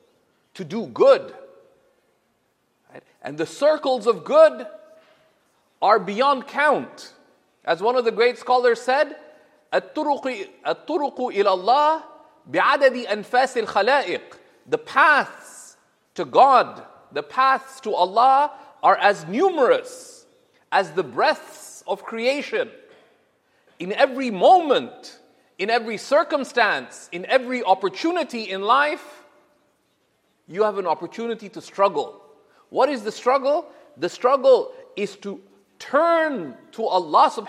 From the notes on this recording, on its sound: This Friday sermon was delivered in September of 2017 at the University of Toronto.